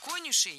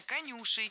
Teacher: Конюшей неверно. Правильно, конюшей. Ударяем второй слог. · Shown in: second take